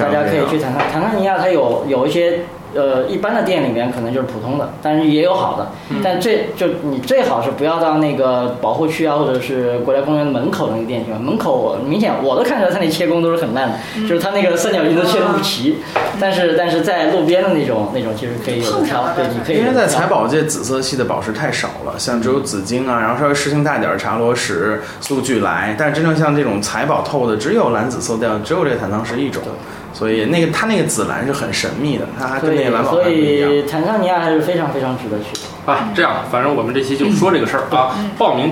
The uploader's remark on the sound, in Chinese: 本期节目为在张大妈办公区用录音笔录制，可能有街道上的杂音，请见谅。